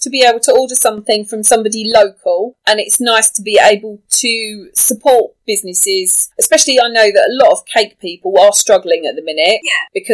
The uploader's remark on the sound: Please excuse the sound quality. We are in quarantine to prevent the spread of COVID-19 and had to record over Zoom without our microphones.